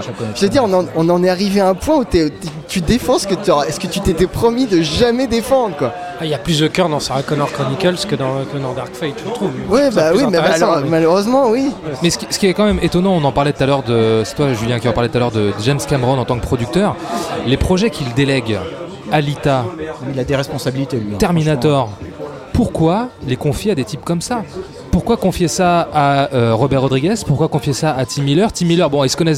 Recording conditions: busy venue